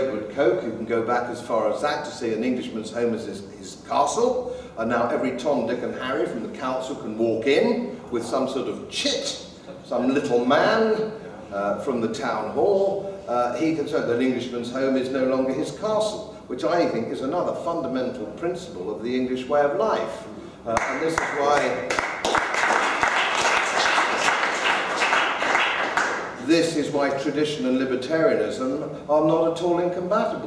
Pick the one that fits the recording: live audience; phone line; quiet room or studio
live audience